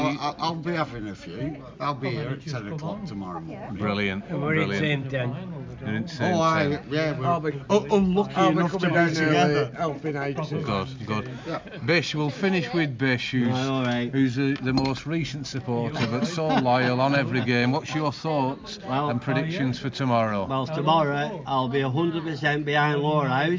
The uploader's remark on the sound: records a special podcast at half time versus Littleborough with many a supporter